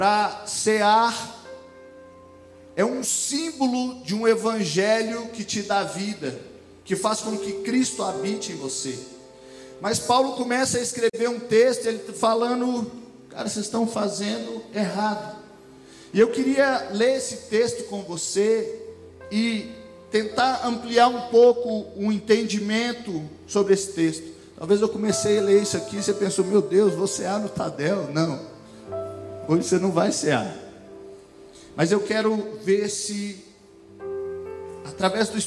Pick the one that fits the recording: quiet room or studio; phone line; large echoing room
large echoing room